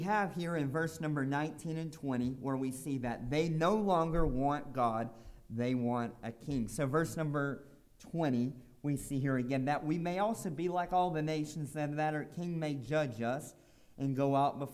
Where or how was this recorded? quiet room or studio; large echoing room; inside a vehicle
large echoing room